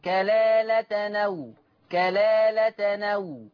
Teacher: نقلنا فتحة الهمزة إلى التنوين · Term: النقل